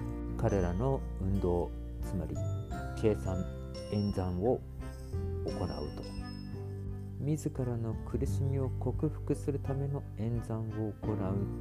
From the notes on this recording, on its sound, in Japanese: 雑音が多くなってしまった上、音声が小さくなりました。